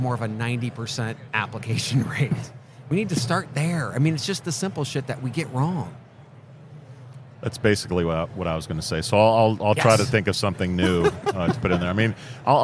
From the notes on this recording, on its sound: Live at the HR tech 2022 conference